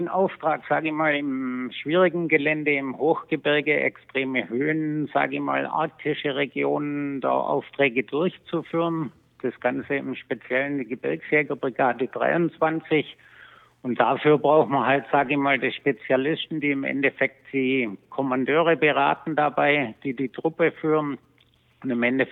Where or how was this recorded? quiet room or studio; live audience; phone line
phone line